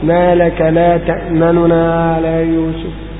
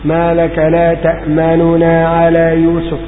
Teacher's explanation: الروم وهو الإتيان بثلثي الحركة · Shown in: first take